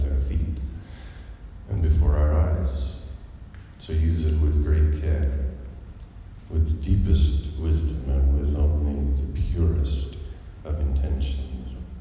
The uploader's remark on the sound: Recorded live at The Clubhouse in Salt Lake City, UT.